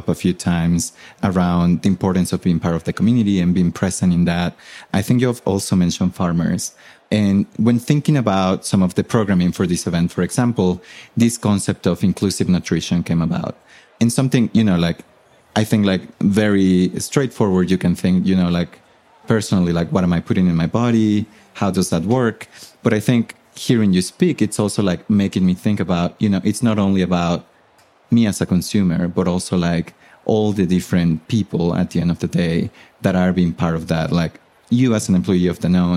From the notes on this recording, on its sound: When we sat down in Aspen. This live series from the Aspen Ideas Festival.